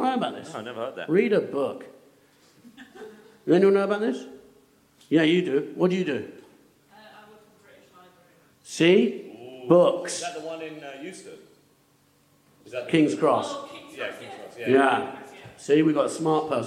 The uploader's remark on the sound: Live At Cheerful Earful Podcast Festival. Thanks to NextUp Comedy for the recording and stream of the show.